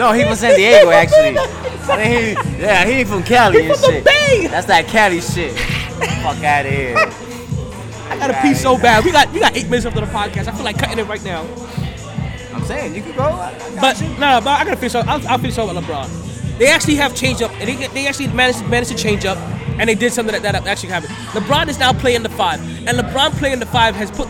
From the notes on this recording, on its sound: Live From The New & Improved Sharkeys